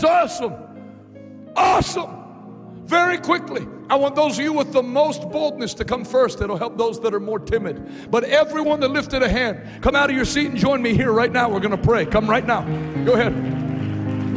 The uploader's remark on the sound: LIVE in Harlingen, Texas: Night 1